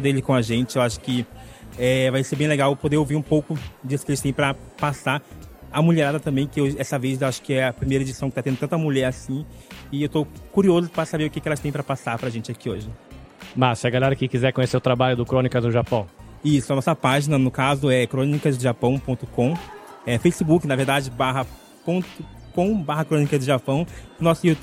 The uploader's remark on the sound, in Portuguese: Episódio gravado a vivo durante a realização do ExpoTALKS Japan 2023.